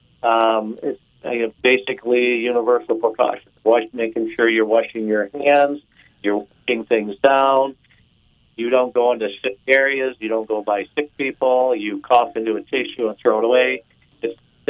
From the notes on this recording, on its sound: Joined on the phone.